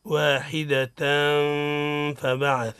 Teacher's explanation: أتى بعد التنوين الفاء من لفظي فبعث. فبعث حكمه الإخفاء، الإخفاء مع الغنة يقرأ هكذا واحدة فبعث.